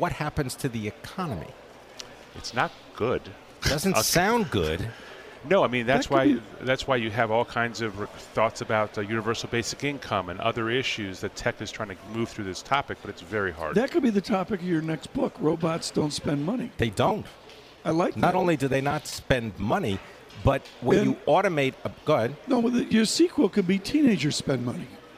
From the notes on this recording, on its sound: Bloomberg Surveillance is live from the Bloomberg link for the Year Ahead Summit.